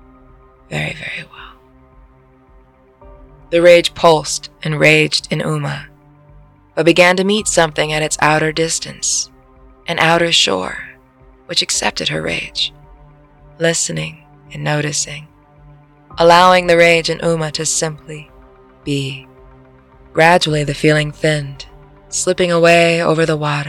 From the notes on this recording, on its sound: I recorded this one in our skoolie, so the audio sounds a bit different... We're on the road again!